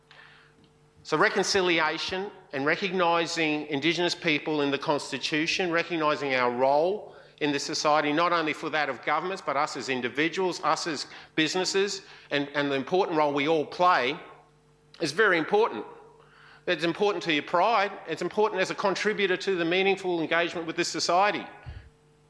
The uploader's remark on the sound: IFE Grand Challenge Lecture, recorded 4 May 2018 at QUT